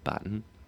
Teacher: Right, initial T, it's a normal T, nothing to worry about there. Medial T's are glottalized, sort of like in Cockney